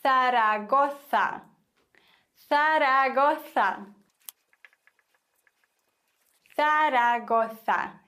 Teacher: Das Z solltest du im Spanischen lispeln.